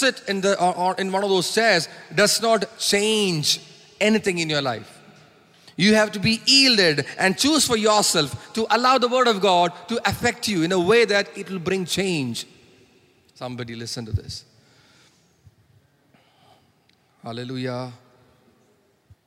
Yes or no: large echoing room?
yes